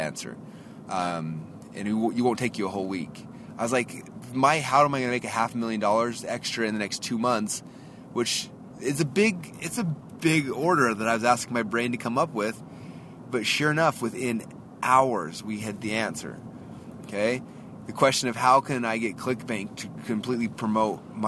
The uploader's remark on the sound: I just actually drove my brother, who’s our audio-video guy, back to the airport. I’m driving back. I’ve got probably 15 minutes or so in the car.